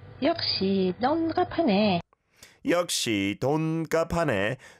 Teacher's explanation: That's said at the same length for each syllable, right?